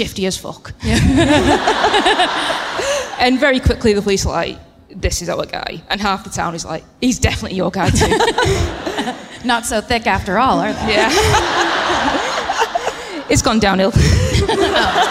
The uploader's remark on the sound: Live at Albert Hall in Manchester